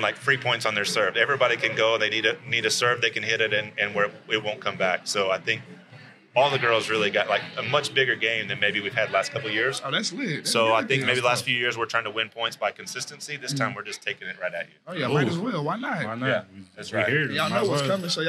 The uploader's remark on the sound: With the whole tennis team attending the recording, there might be some other voices you hear chiming in. Recorded at Eskimo Joe's on Thursday, February 1, 2024.